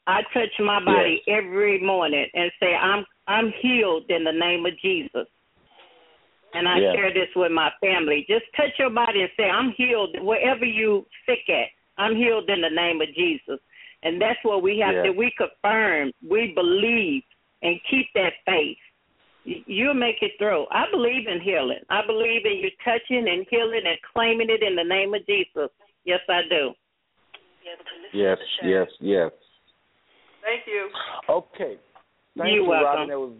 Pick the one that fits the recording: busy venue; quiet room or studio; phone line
phone line